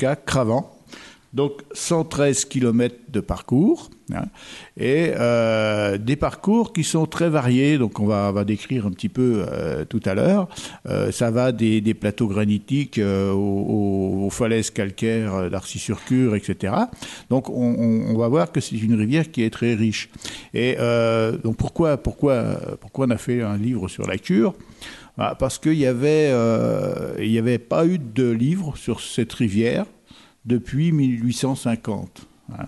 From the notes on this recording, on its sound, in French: Cette émission a été enregistrée en public à la Bibliothèque municipale de Semur-en-Auxois (Côte-d’Or). Lors du cinquième rendez-vous du Cercle des Auteurs Bourguignons.